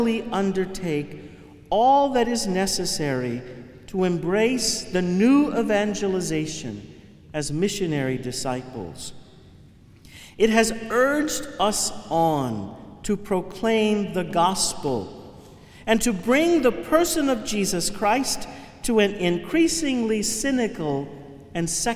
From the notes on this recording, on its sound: Homily from the Chrism Mass 2019. Cathedral of St.